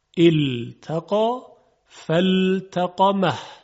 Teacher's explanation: همچنین در کلماتی مثل التقا، اینجا باید مواظب باشیم که لام در ته ادغام نشه. التقا غلطه.